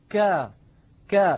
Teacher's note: لاحظوا منطقة خروج الكاف التي هي من أقصى اللسان